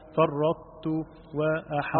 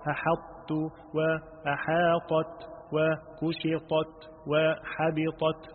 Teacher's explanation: وإن سبقت الطاء التاء لخص صوت الطاء وإلا صار تاء · Term: الإدغام الناقص